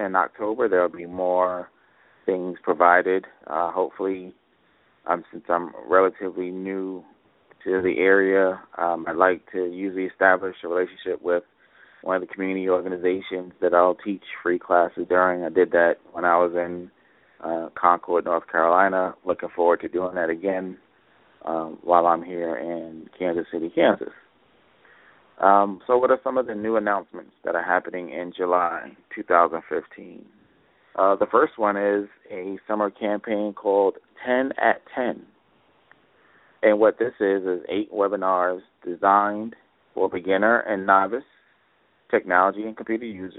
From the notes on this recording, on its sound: LIVE Call-In TABRadio Broadcast. A TABRadio broadcast live call-in show.